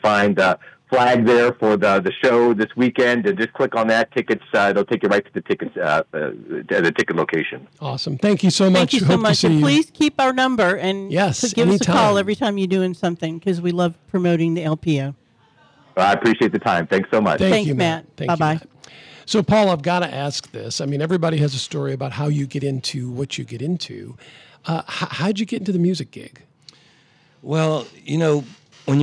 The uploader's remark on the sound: Special in studio guest. Will call.